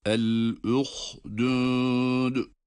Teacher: uhdud derken durduğumuz dal harfi cezimli olduğu için kalkale ile okuyoruz.